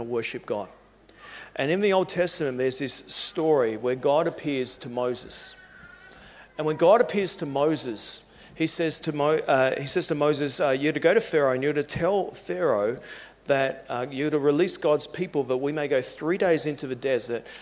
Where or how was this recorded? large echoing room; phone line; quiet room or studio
large echoing room